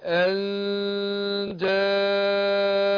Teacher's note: أوعجبتم أن جاء، ده إخفاء هو، أخفي النون عند الجيم، أن مع الغنة حركتين